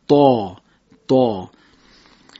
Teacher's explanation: سر زبان به در حقیقت پشت دو دندان جلوی بالا میخوره، ولی حرف طا رو باید ما درشت ادا بکنیم